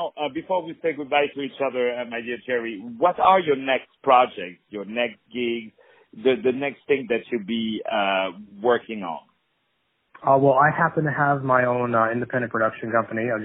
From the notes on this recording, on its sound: On the phone.